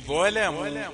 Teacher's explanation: اللام دي مفخمة لورش لكن نقول ظلموا لام رقيق عندنا